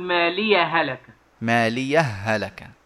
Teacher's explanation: مالية هلك بهاء مشددة ناشئة نعم. عن إدغام الهاء الأولى في الهاء الثانية